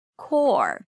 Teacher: You raise the tongue up for the R after you hear the long vowel · IPA: ˈkɔːɹɾəɹ